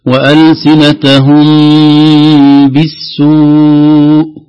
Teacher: الميم ليس عليها شيء، معناها أنها مخفاة عند الباء إخفاء شفوي